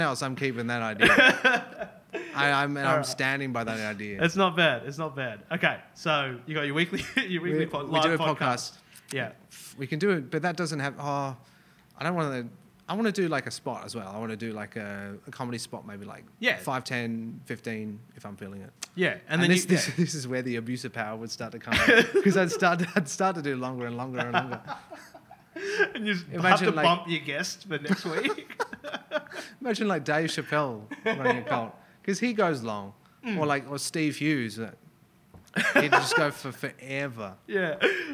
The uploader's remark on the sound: Wednesday night sermon live podcast